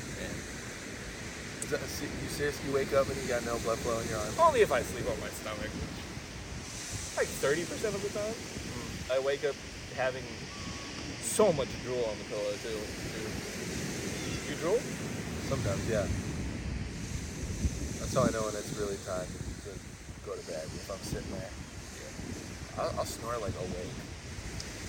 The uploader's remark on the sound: enjoy the sounds of the ocean